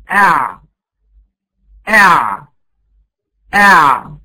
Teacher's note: لما بيحصل نطق الحرف العين، لسان المزمار بيرجع ايه للخلف. اع اع اع، فمخرجها خلقه هو اللي بيعمل لها ايه مكان المخرج بتاعها، هو اللي بيعمل لها التواصل بتاعها.